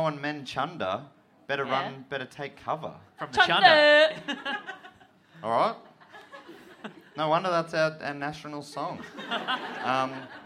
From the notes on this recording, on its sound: This episode was recorded live at the European Bier Cafe for the Melbourne International Comedy Festival.